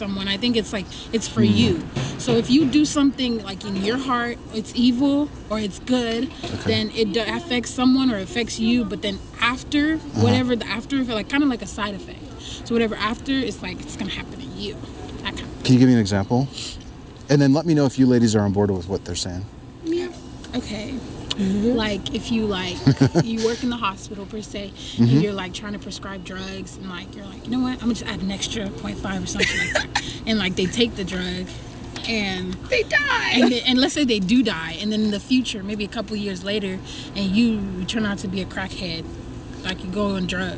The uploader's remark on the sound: Location: San Antonio, Texas. The video of this encounter was not uploaded. Recorded w/Go-Pro. Edited w/PowerDirector.